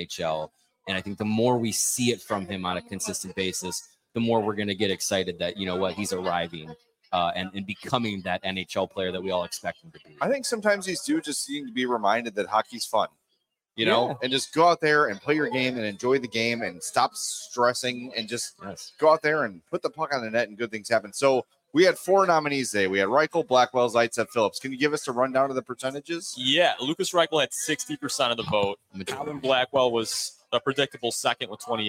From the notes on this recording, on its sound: The CHGO Blackhawks are LIVE at Broken Barrel Bar in Lincoln Park for postgame tonight!